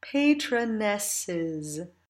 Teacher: So rather than thinking of the German vowels as being more forward, I would recommend finding that more forward placement when singing in English, so that patronesses has two nice, bright, front-placed open vowels at the end of it, one stressed and one unstressed